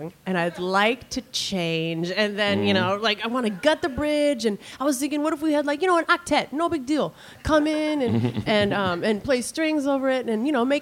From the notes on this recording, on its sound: At the Goose Island Tap Room for a conversation and a live performance.